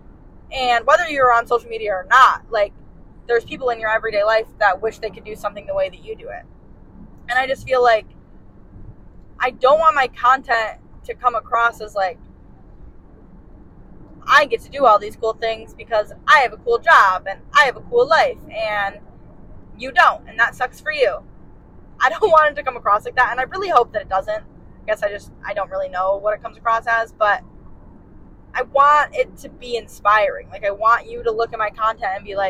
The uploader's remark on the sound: While in Alaska on a solo trip in September. Audio isn't the best quality.